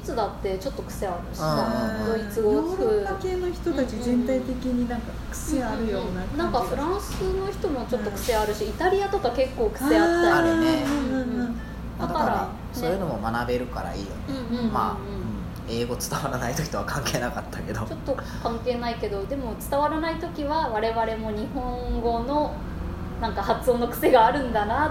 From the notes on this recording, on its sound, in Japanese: 録音場所は、とあるホテルのキッチンのため、たまにキッチンを利用している音がします。